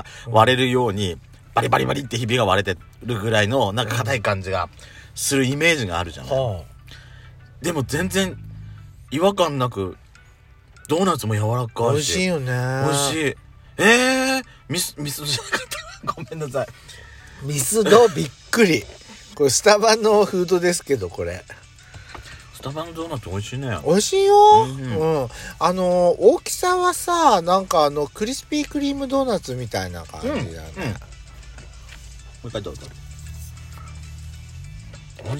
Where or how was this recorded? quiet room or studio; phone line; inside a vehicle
inside a vehicle